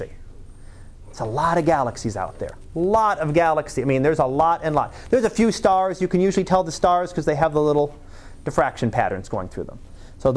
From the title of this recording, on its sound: Live Class Lecture